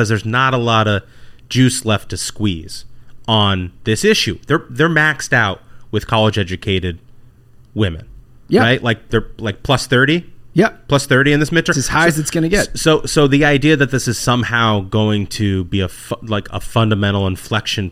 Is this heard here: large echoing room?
no